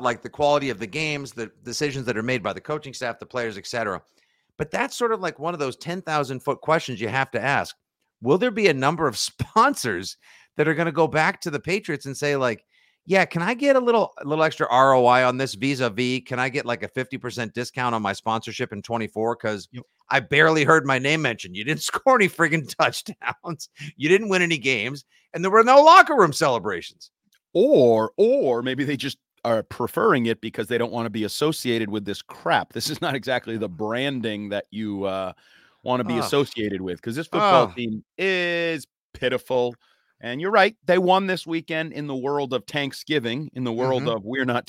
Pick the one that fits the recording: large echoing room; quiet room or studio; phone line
quiet room or studio